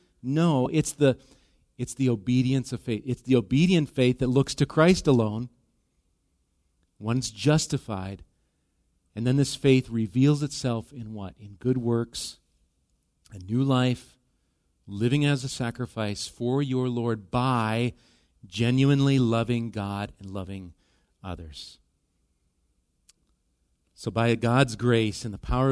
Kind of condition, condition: setting, large echoing room